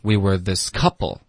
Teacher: 啊，this 不要加重音